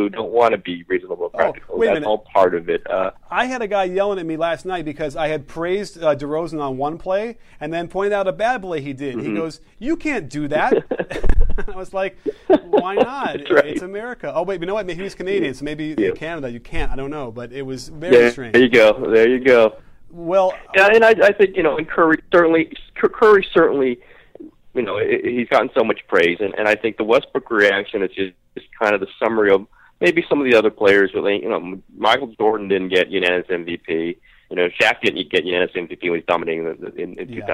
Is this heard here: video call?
no